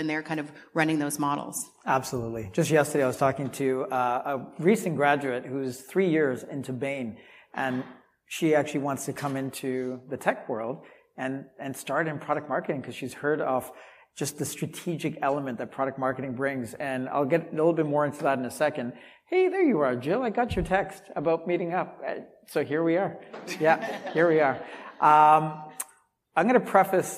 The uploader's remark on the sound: live from #PavilionCMOSummit2023